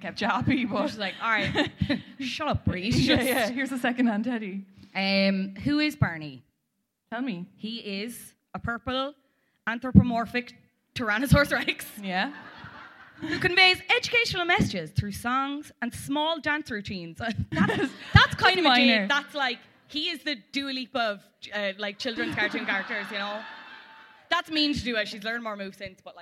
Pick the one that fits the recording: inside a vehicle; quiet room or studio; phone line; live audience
live audience